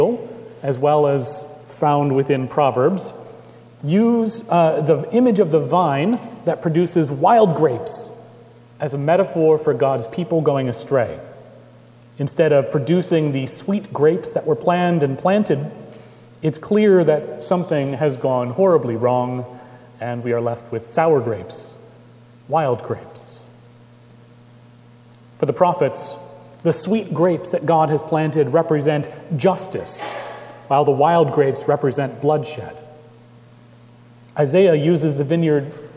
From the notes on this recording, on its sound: Recorded April 29, 2018 at Trinity Presbyterian Church in Bixby, Okla.